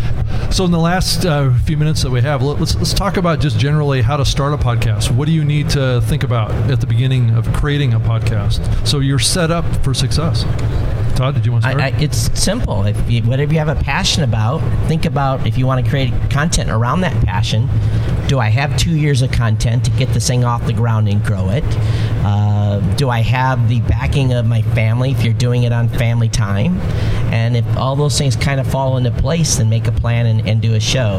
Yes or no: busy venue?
yes